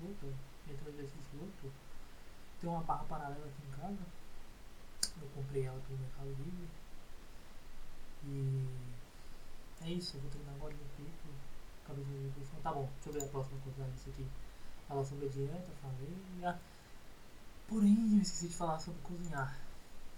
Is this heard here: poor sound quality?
yes